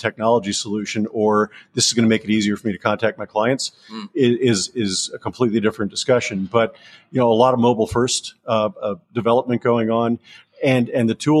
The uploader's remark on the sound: Coming to your feed live from the Blueprint proptech and real estate conference in sunny Las Vegas, Nevada. Coming to your feed live from the Blueprint proptech and real estate conference in sunny Las Vegas, Nevada. He had the opportunity to sit down in person.